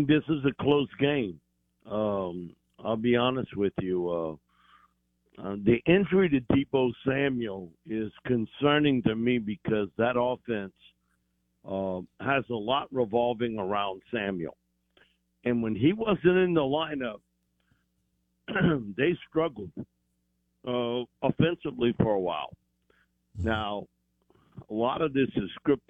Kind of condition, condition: link, phone line